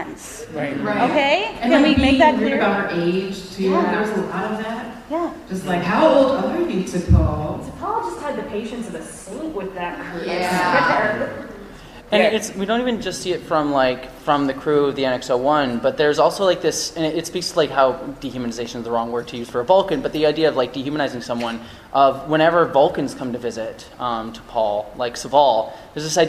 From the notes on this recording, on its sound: Recorded live at Star Trek Mission Chicago.